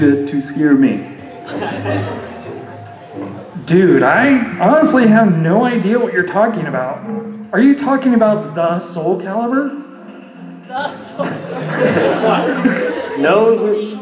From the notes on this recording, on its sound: Live at Ohayocon.